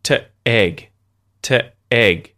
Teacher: Instead of doing that, I'm using my throat, my voice box, I'm closing my larynx to stop the flow of air · Term: glottal stop